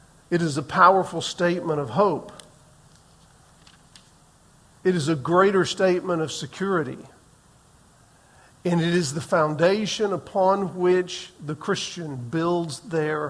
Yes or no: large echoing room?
yes